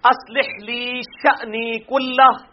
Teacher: یہ شأ پہ جھٹکے سے پڑھنا ہے